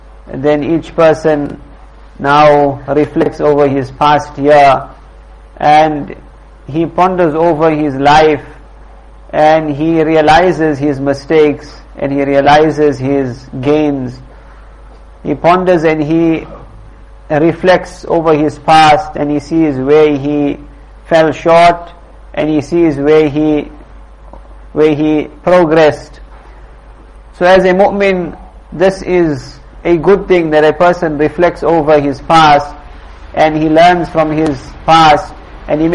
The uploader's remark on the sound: Jumuah lecture at Musalla Musab bin Umayr